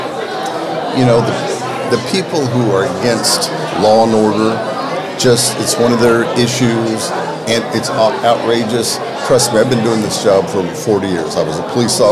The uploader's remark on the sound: Live from the Lincoln Day